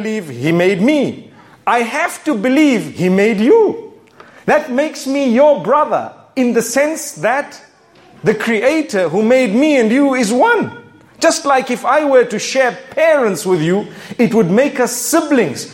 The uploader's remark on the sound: A public lecture from the Island of Grenada. To an audience diverse in faith.